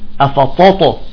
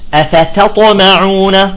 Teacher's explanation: نفصل التاء عن طاء ونخرج التاء مرققة · Shown in: second take